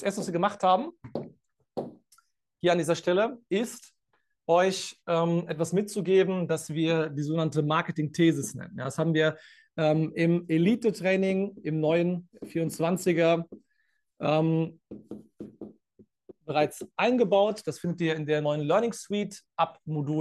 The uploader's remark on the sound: Live-Call Leak. Bei unserem Neujahrs Live-Call.